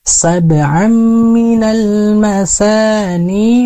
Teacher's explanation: Di sini pun kita bertemu dengan idgham bi gunnah, yaitu ada tanwin yang bertemu dengan huruf mim, maka kita harus meleburkan huruf saba'an ke huruf mim menjadi saba'am dan ditambah dengan tahanan, yaitu tasydid.